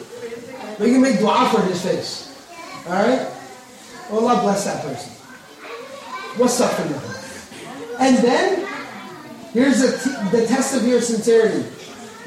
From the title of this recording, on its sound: Lecture Night Q And A Session